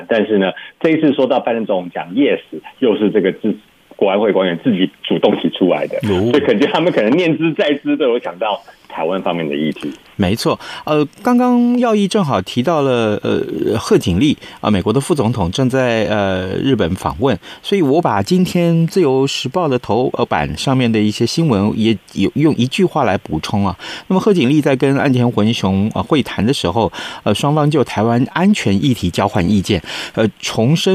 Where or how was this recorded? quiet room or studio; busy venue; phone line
phone line